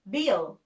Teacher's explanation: This one is similar to L sound, and the tongue touches behind the front teeth, then goes behind the mouth a little bit for a second. The shape 릴 shows this movement of the tongue.